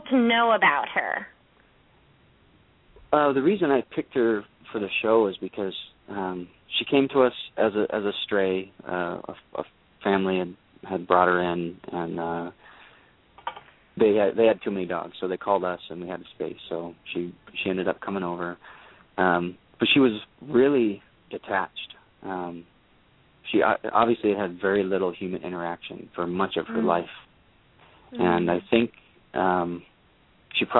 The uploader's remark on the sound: open up the lines for listeners to call